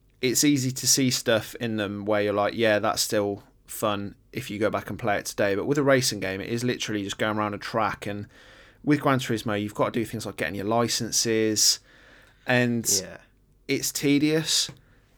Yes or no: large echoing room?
no